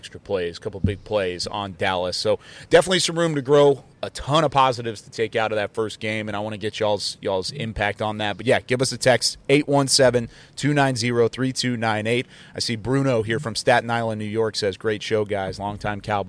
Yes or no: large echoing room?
no